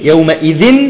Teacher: فحركت الذال بالكسر منعا من التقاء الساكنين. إذن حركت الذال بالكسر يومئذ، هي أصلها يومئذ أو حينئذ، لاحظتم؟